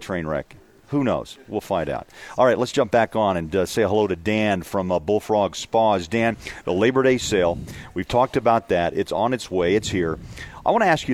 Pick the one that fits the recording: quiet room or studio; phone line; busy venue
busy venue